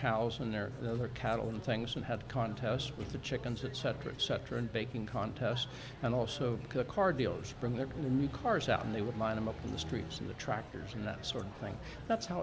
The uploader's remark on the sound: Smart Talk is being broadcast live from Jubilee Day in Mechanicsburg. Smart Talk will be set up at 138 West Main Street at Clay's Service Center.